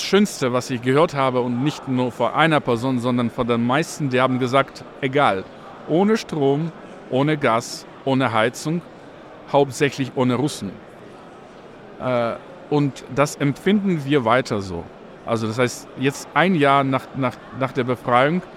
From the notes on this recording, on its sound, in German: live auf der Agritechnica